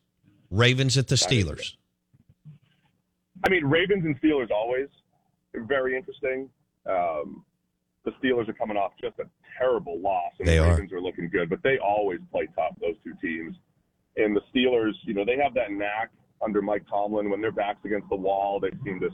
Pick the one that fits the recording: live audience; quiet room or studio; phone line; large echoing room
phone line